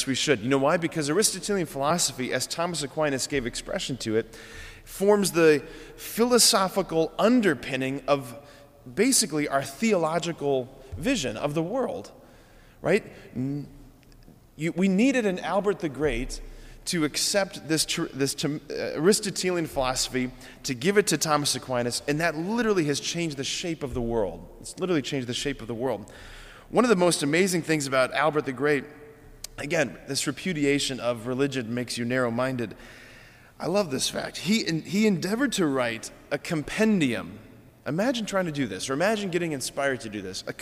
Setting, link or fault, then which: setting, large echoing room